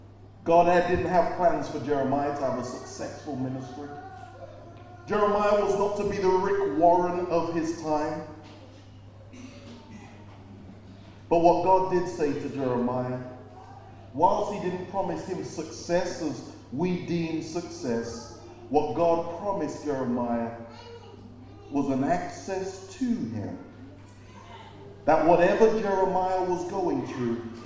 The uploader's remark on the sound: preached at Birmingham Fellowship Church